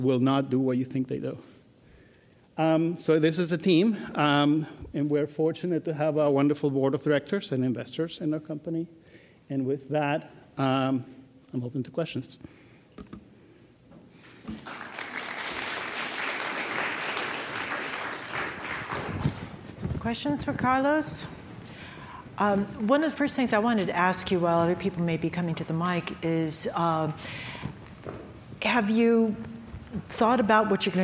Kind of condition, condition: setting, busy venue